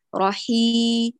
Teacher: ولما تطيل المفترض تطيل صوت الكسرة، الحرف الممدود بالكسرة ينشأ عنه صوت ياء، ياء ياء فصيحة، وليس حرف الإي، ليس راحي راحي إي.